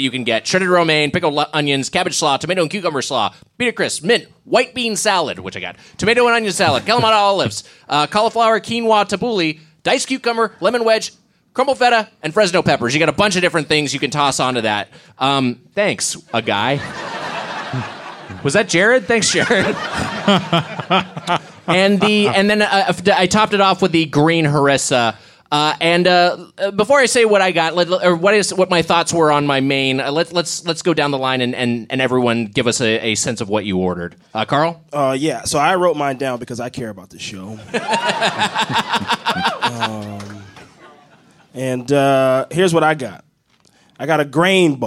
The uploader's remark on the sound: Recorded live at the DC Improv.